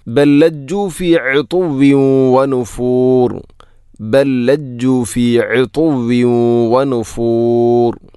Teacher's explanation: ഇവിടെ ബല്ലജ്ജു, ബൽ ലജ്ജു എന്നല്ല, ബൽ ലജ്ജു, ഒന്നാമത്തെ ലാമിന് രണ്ടാമത്തെ ലാമിലേക്ക് ഇദ്ഗാം ചെയ്യുന്നു, കൂട്ടി ലയിപ്പിച്ച് ഒതുന്നു.